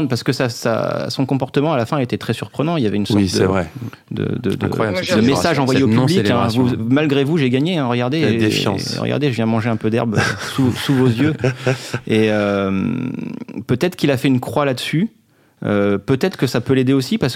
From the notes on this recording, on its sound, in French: par téléphone